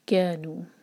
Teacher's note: کا اور نو دونوں مد تبعی ہیں، دو دو حرکہ